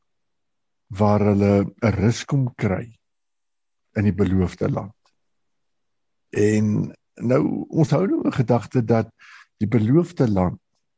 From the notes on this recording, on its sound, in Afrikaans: Manne van die Woord Zoom Byeenkoms 12 Mei 2022